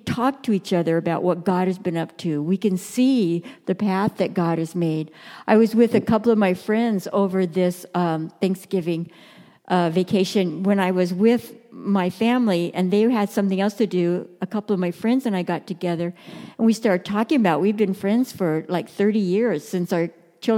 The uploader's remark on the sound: Message delivered during the Contemporary Worship service.